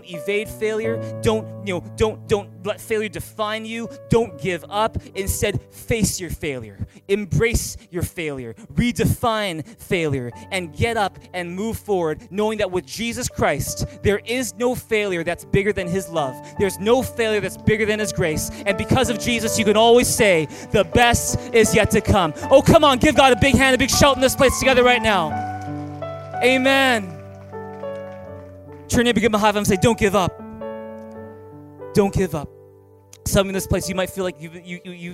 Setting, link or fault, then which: setting, large echoing room